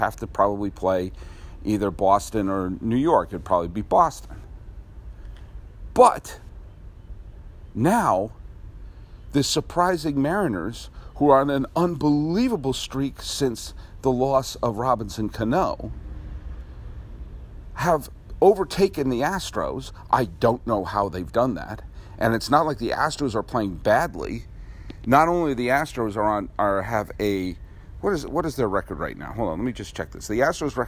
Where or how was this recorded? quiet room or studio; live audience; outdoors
outdoors